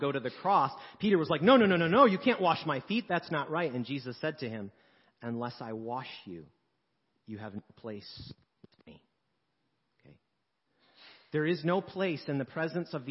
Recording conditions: large echoing room